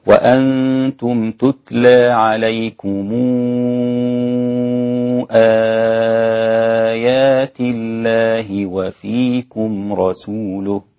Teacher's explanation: فيكون عليه الإشباع في الميم ثم التوسط 4 حركات في الهمزة في مد البدل، فيكون النطق هكذا: وأنتم تتلى عليكم آيات الله وفيكم رسوله، هكذا.